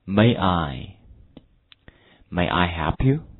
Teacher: May I help you?我能帮你忙吗？May 和 I 呢，两个词呢都是元音，所以说读起来并不是很好读，不要祈求一个单音节把它读出来哈，中间稍微停顿一下